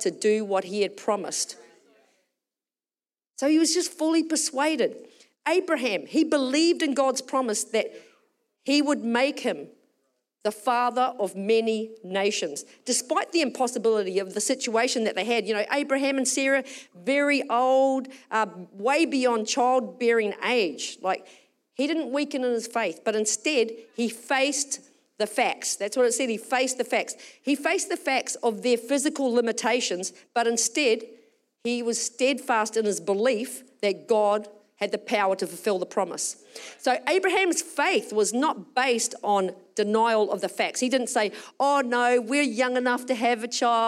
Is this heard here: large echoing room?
yes